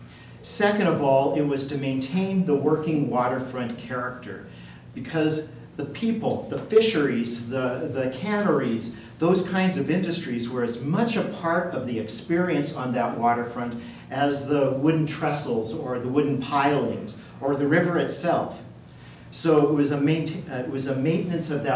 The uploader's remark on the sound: Live recording of Astoria City Council, March 4, 2019.